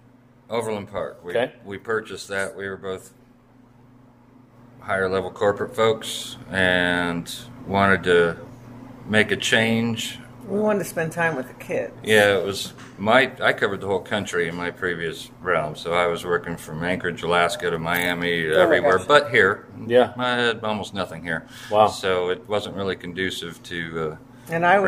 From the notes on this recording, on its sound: They are on location in downtown Kansas City at Oak & Steel Craft Drinkery. First ever on location show.